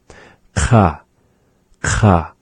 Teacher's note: And so for the first sound, ka is resembling that of a K sound, except again, pronounced more backward in the mouth. Ka, ka.